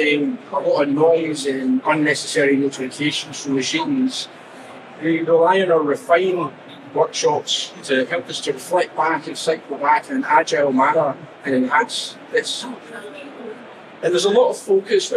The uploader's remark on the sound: At this live session at the Smart Factory Expo in June.